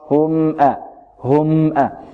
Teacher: الميم نعطيها قدر متوسط، وهذا ليس غنى إخوان، الغنى أن تزيد على أكثر من هذا · Term: قدرها من التوسط